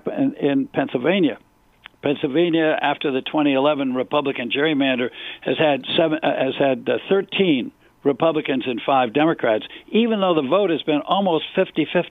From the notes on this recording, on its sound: answers listener phone calls